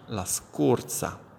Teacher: Va comunque sempre usato il verbo dare una scorsa, dare una letta, eccetera. Nella pronuncia, mi raccomando, la O chiusa, la scorsa.